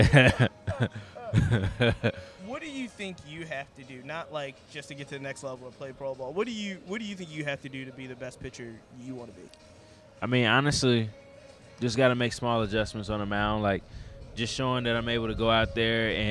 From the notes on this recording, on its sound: did the podcast on location at the Diamond, the home of the Richmond Flying Squirrels, in Richmond, Virginia